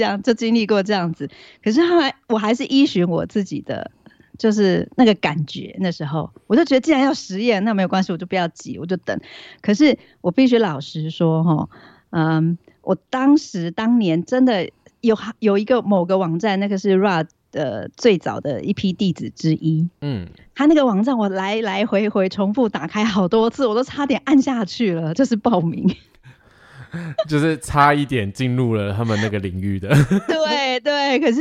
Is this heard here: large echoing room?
no